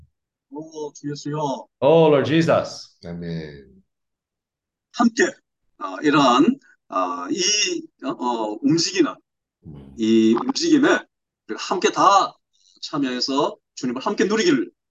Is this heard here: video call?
yes